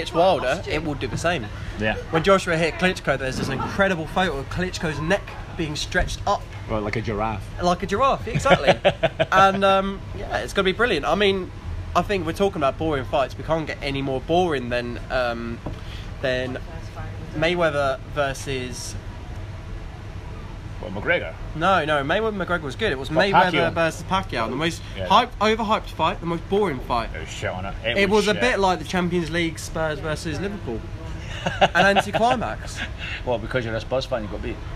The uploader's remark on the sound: We recorded this in an afternoon in a pub in Colchester.